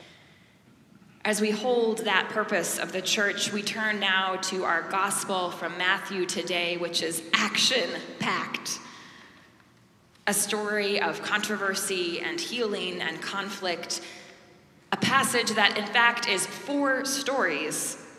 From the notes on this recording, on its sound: Preached at our celebration of the Holy Eucharist on the Second Sunday after Pentecost.